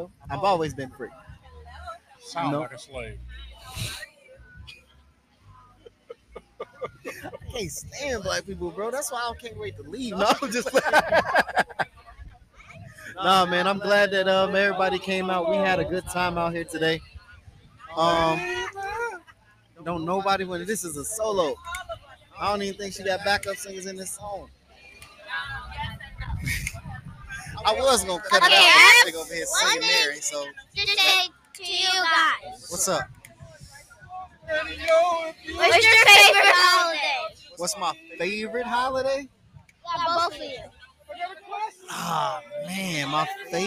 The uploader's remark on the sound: In this Episode we are live on West Boardway and Lyndale Ave in Minneapolis Minnesota celebrating Juneteenth. We shot this live and outside for the first time - please excuse sound quality.